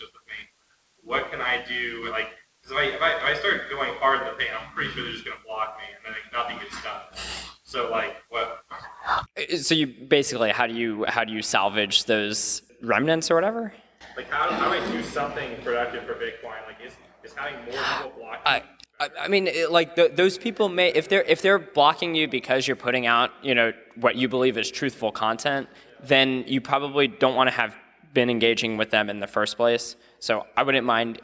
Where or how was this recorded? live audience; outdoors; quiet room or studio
live audience